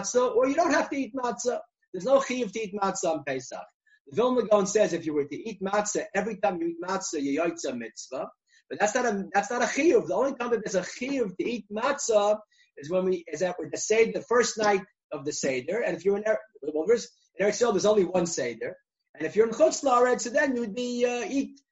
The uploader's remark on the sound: Recorded ZOOM conference.